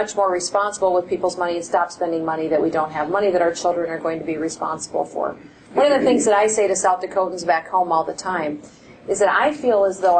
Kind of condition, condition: setting, live audience